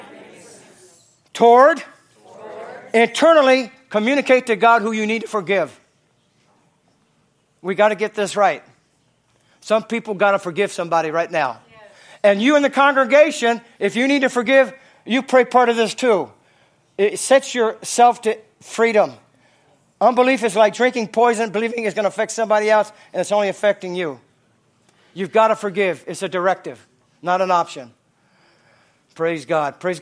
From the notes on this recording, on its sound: from the Sunday service on June 25, 2023 at Harvest Bible Church in Stockton, CA.